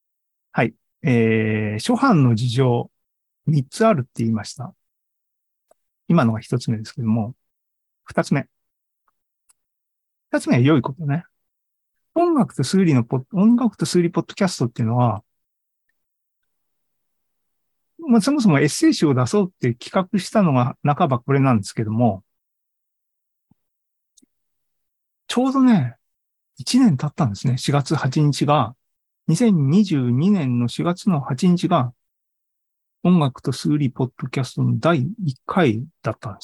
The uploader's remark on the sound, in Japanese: ２０２３年５月３１日に開催した ZOOMライブの模様です